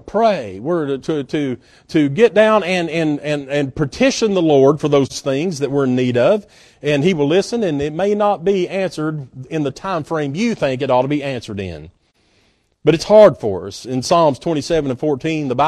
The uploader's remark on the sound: at Northside Baptist Church-in Knoxville, TN